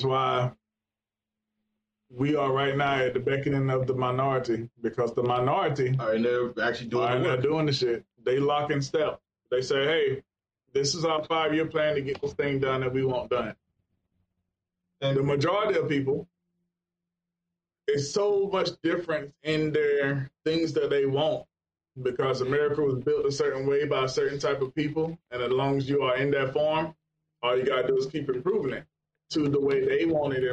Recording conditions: poor sound quality